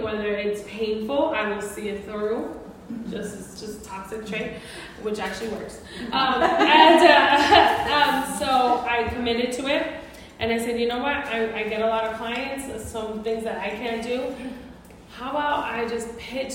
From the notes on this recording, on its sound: NYC Event Panel Discussion. On this episode you will listen to the entire panel discussion at our Mujerón Movement NYC Event we had last week.